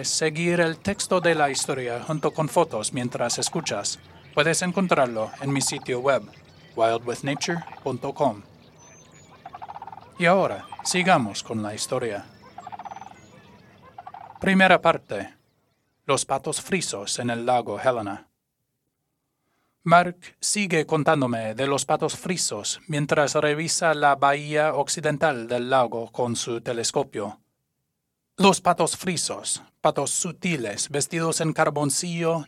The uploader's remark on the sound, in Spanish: Y los del Lago Helena, en el Estado de Montana, EE.UU., no son ninguna excepción. Este episodio incluye una variedad de sonidos ambientales que grabé, todos en el Lago Helena o en otros lugares del Valle de Helena. Al inicio puedes escuchar una grulla gris ( Antigone canadensis ) acompañada por muchísimas aves cantoras.